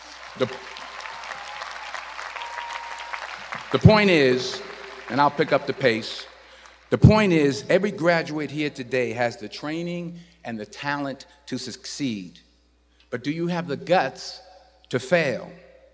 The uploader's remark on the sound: In this commencement address